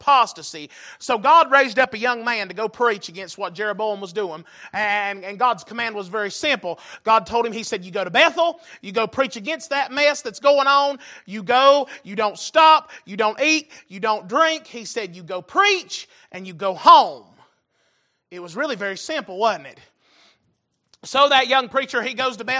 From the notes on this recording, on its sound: Recorded April 5, 2023 - Wednesday Evening Service